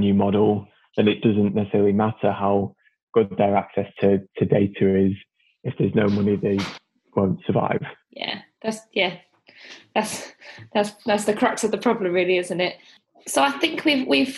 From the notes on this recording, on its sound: This podcast was recorded remotely over Zoom.